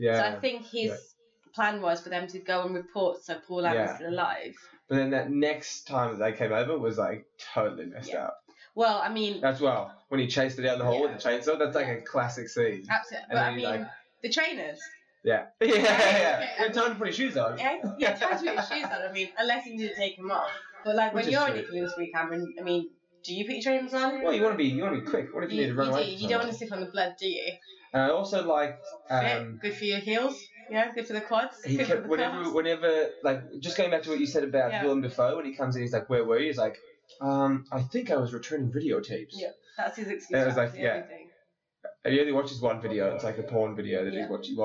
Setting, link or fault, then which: fault, poor sound quality